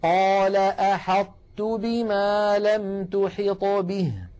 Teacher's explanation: نطبق المخرج على طاء من غير قلقلة ثم نفتح على تاء، هكذا قال أحطت. · Term: إدغاما ناقصا